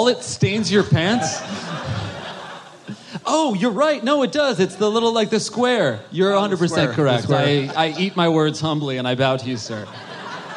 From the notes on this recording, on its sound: Live at JFL.